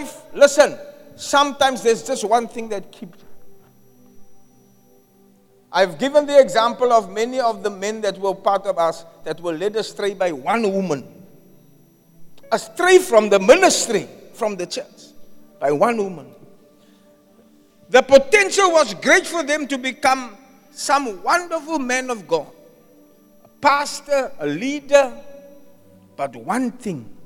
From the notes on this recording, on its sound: Preached at Zion Sanctuary, Cape Town on the 4th February 2024